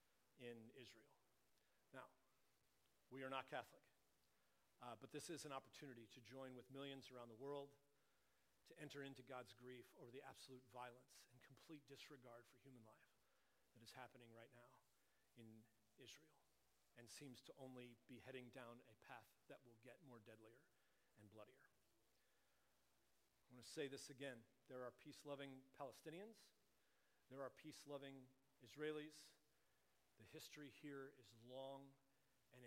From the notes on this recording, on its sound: Please excuse the quiet volume of the recording. We were experiencing technical difficulties.